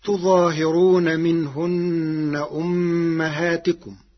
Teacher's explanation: قرأ ورش كلمة تظاهرون بفتح التاء والهاء مع تشديد الظاء والهاء وحذف الألف بعد الظاء، فتصير تظهرون، فأصله تتظهر، فأدغم التاء الثانية في الظاء بعد إبدالها ظاء.